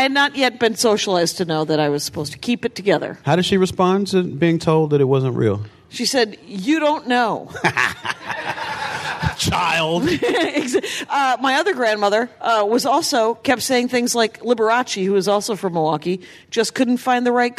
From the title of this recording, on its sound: Live from Joco Cruise